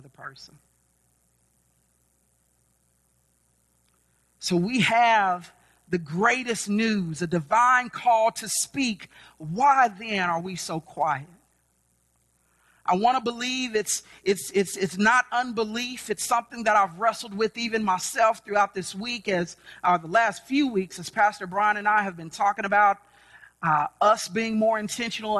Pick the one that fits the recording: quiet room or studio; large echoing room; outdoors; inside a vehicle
large echoing room